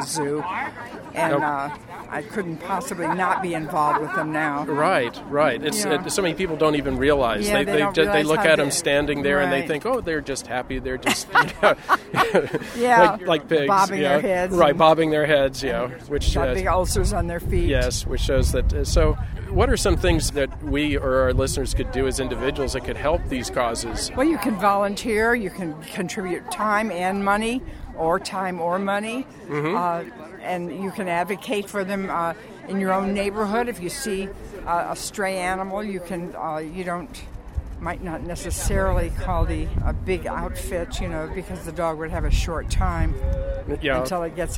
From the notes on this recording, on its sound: LIVE on The Red Carpet!